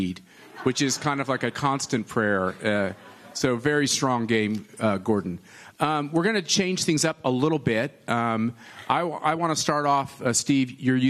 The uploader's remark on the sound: Live From CPAC International Panel